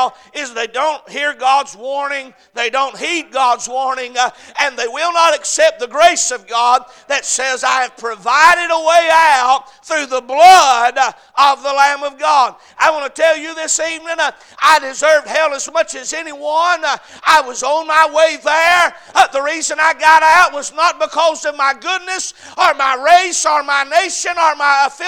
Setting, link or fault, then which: setting, large echoing room